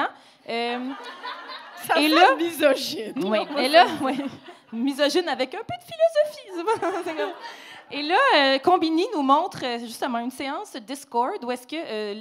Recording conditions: live audience